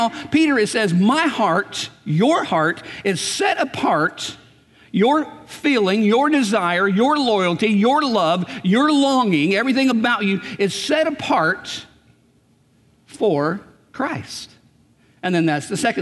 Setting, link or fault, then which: setting, large echoing room